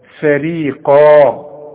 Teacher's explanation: بتبدأ الكلمة بحرف مرقق جدا وبعدين بتنتهي بحرف مفخم جدا